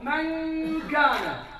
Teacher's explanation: أنت عندما تقرأ من كان تستخدم منطقة أقصى اللسان، المنطقة الثالثة في اللسان · Term: الإخفاء